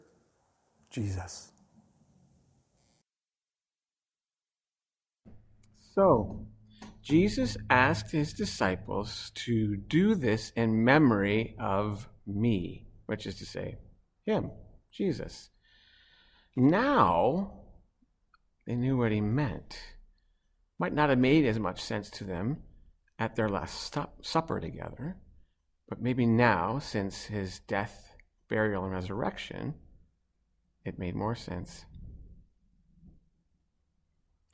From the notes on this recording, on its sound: Online Good Friday service. Below you’ll find an audio only recording of our service.